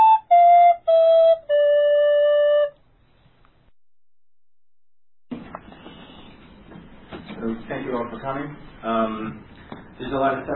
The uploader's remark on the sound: Presentation at the 2010 ARA convention. Even though the sound quality is not the best.